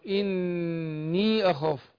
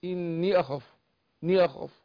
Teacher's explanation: النون بتبقى مشدده وادي الياء المد الطبيعي بتاعها · Shown in: first take